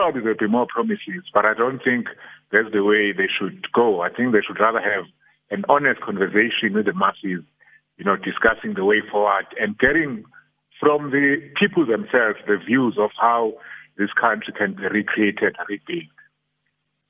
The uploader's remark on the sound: Guest (phone)